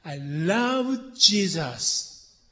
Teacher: に、 I love Jesus.で、これ、私がというときには、I って言いますけど、 Jesus を強調しますから、あと、love を強調するはずなので、I は一つ飾りみたいな感じですね